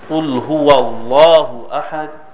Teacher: the letter Lam itself, it is thick in the word Allah